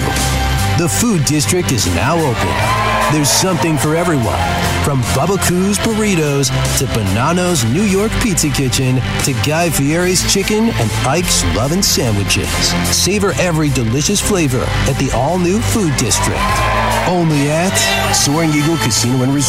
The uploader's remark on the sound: Headlines, live from the Toledo Golf Show at Sylvania Tam-O-Shanter.